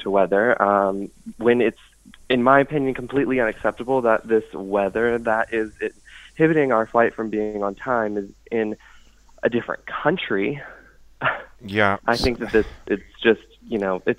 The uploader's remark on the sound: makes a few special phone calls